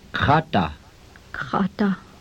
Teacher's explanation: The most difficult sounds for English speakers to duplicate are the velarized consonants, the guttural sound of the H, G, K, P, and T. These sounds must be practiced because the absence of the velarization may change the meaning of the word.